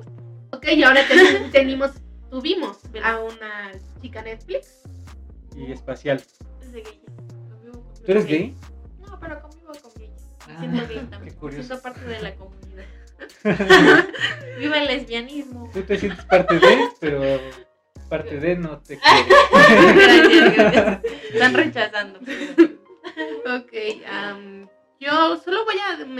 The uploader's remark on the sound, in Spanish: Una disculpa por la fallas de origen, a una persona de este grupo le encanta utilizar iPhone en todo momento y no sabíamos que esto provoco interferencia